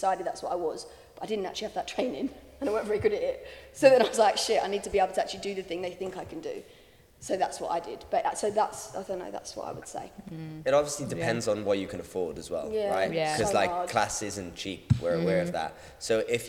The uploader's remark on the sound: At The Ins And Outs easter intensive we had a Q&A